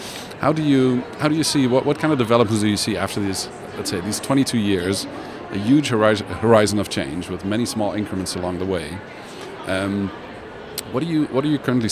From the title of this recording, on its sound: Live from #IMEXAmerica